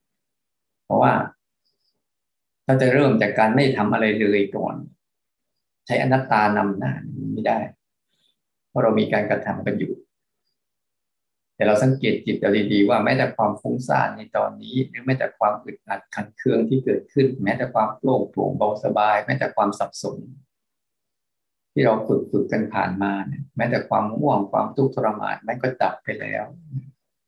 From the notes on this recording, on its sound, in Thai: คอร์สออนไลน์ (ผ่านโปรแกรม Zoom)